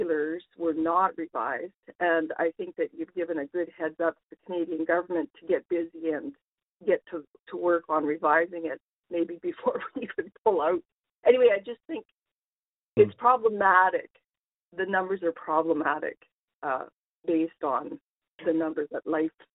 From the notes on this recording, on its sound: Northern Alberta Telephone Townhall